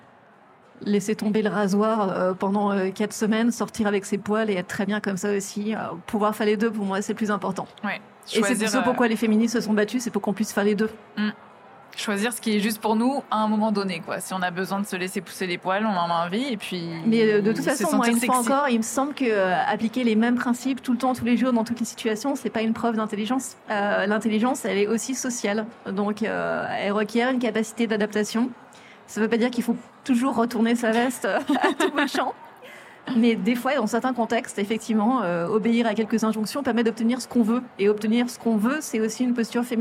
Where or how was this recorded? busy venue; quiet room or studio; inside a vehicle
busy venue